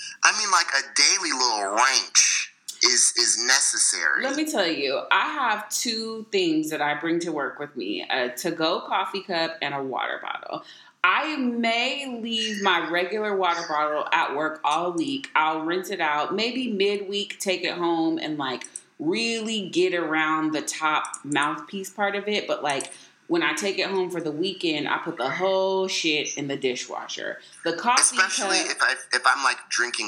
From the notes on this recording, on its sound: We had to go back to old school methods to get this episode recorded so the sound is, what it is.